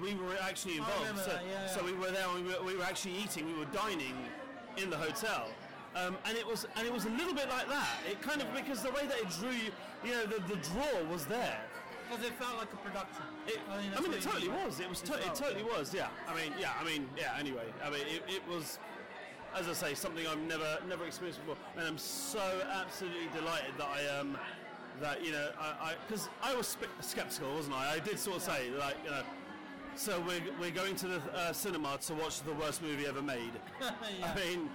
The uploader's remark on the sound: A special screening of The Room at the Prince Charles Cinema in London's Leicester Square. We recorded live at the event (so please excuse the noise).